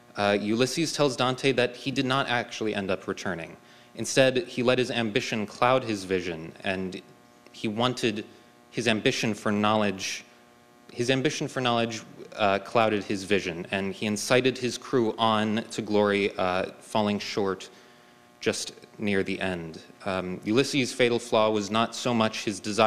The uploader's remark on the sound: Kolbe celebrated its class of 2023 in person in Atlanta, Georgia. Today we bring you their speeches, recorded live during the event.